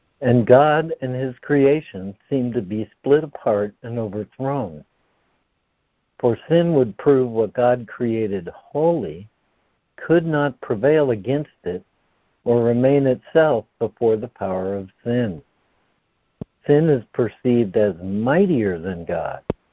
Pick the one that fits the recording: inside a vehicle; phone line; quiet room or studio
phone line